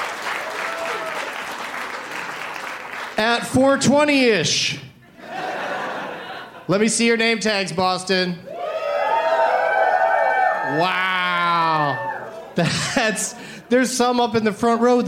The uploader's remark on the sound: Live from Boston's Brighton Music Hall